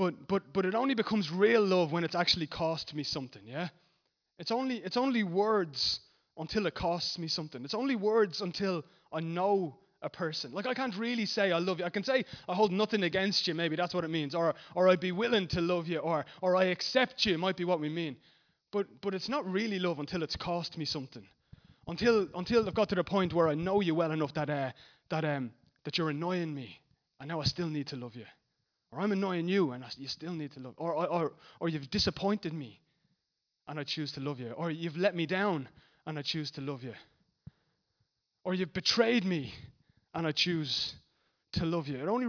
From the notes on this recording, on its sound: Recorded live at Liberty Church Bray.